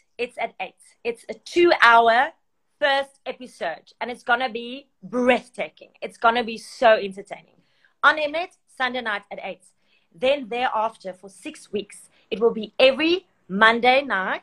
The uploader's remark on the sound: IG Live